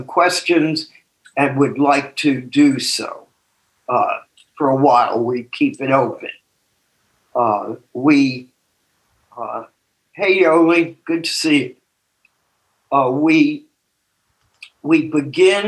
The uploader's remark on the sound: Took us on a zoom journey.